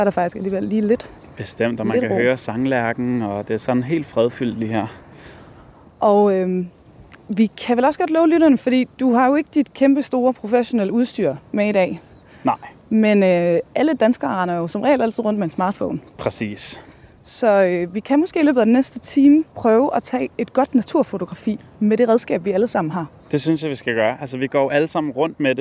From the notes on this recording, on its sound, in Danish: I dagens afsnit bliver lytterne inviteret med til årets naturmøde i Hirtshals. Sneget sig til et hemmeligt møde i klitterne ved Hirtshals. Låne sofaen på Lifescenen. Til en times livesending.